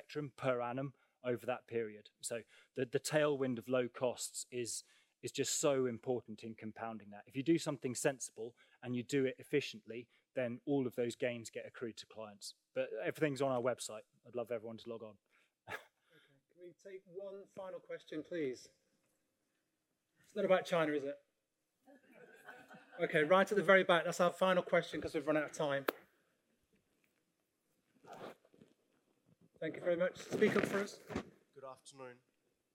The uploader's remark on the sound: We conducted our very first "LIVE" event at the largest investors event in London at the Master Investors Show. To a packed audience. Recorded from this panel session.